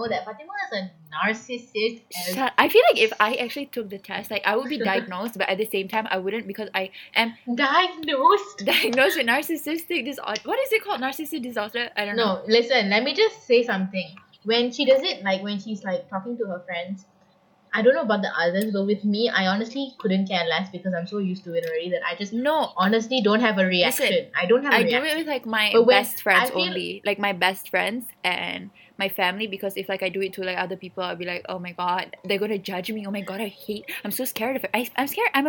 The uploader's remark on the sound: Our not great audio.